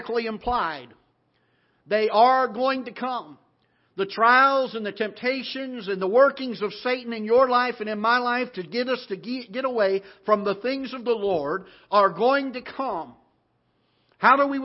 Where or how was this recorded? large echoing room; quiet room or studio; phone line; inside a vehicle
large echoing room